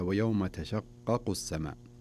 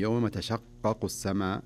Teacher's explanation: قاف الأولى مشددة والثانية خفيفة، فتكون الشدة في الأولى أعلى أو زمنها أكثر من الثانية